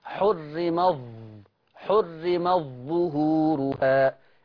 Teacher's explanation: حرم التاء ما بتتنطقش · Term: الإدغام